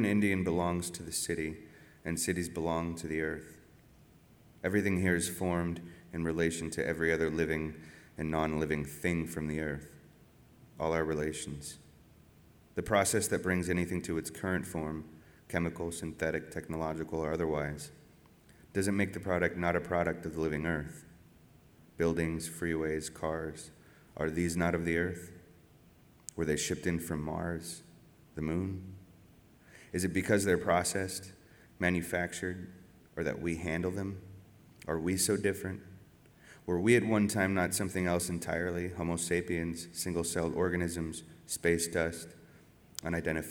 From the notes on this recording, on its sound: Recorded live at The Music Hall in Portsmouth, NH. This archive program may still contain broadcast elements from the time it aired.